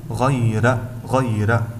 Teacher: فقد جاء قبل الراء ياء ساكنة، وبالتالي فإنها ترقق